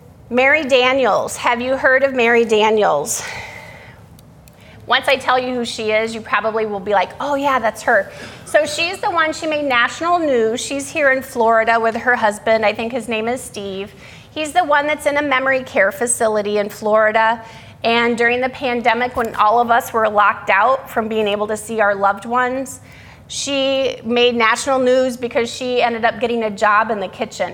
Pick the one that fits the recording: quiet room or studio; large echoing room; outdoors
large echoing room